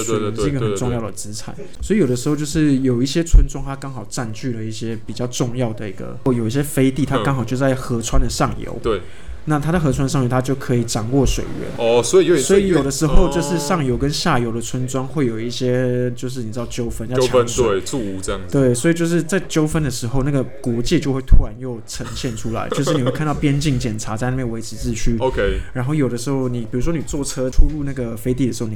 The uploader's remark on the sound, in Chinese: 本集白噪音指數：蚊風級 1/5。錄音地點：515 Cafe & Books。